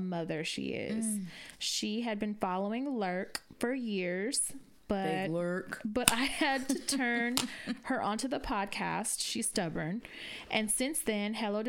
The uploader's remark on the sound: Our background noise is always a surprise.